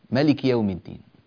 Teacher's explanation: في قراءة أخينا الكريم يعني ملاحظة ما أحببت أن أنبهه إليها في الاتصال، وإنما أنبه إليها الآن لأنها شائعة جدا، وهي يعني الكاف في ملك يوم الدين فيها خطأان، الخطأ الأول هو تسكين الكاف ملك يوم الدين، وهذا غير صحيح